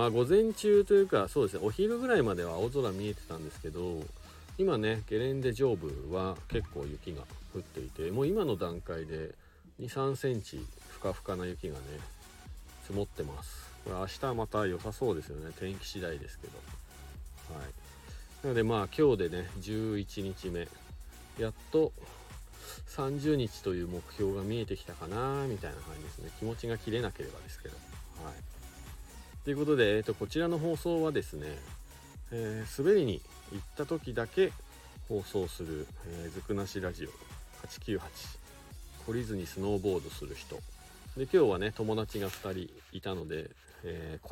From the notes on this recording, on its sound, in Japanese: 栂池高原スキー場で滑り終了後 車の中から。